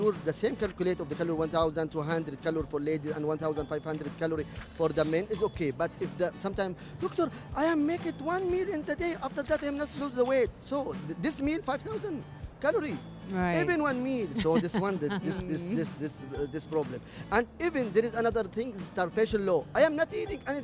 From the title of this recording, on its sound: Live from SIBF 2023